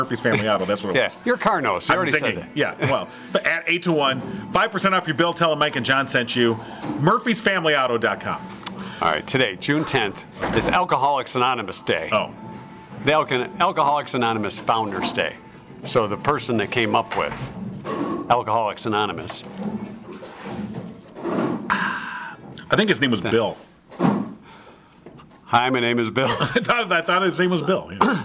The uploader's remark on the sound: The show is on the road at Howell Nutrition